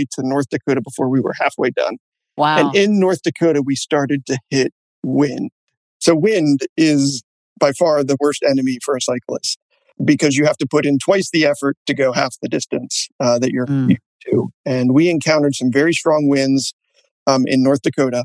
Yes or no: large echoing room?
no